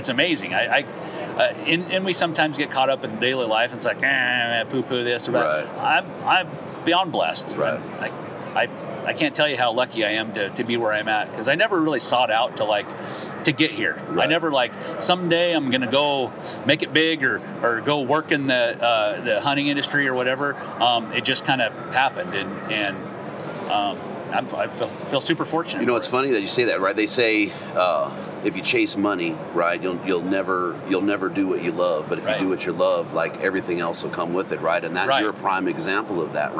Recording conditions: busy venue